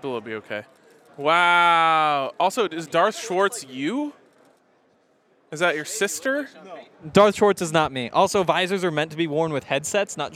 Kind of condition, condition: setting, busy venue